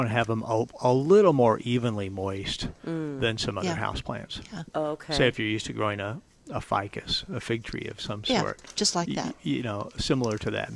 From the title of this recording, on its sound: Plant Experts Live at Prairie Gardens 12-15-18